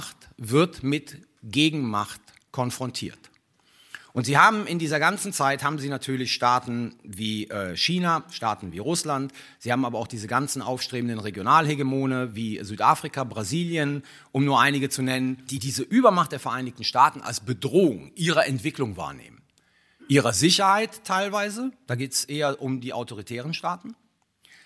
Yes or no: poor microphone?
no